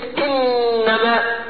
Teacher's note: طرف اللسان عمل ايه التصق بلثة الاسنان العليا من الداخل